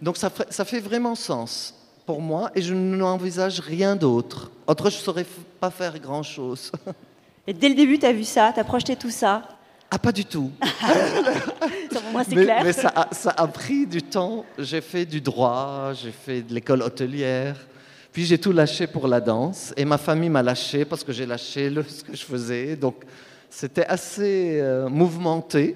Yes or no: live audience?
yes